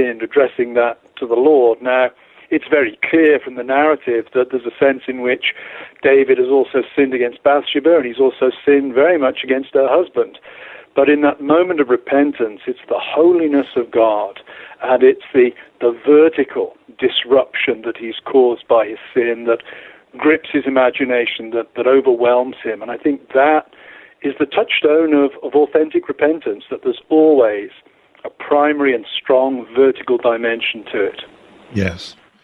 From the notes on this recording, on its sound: THE RIDE HOME. Go to the phones.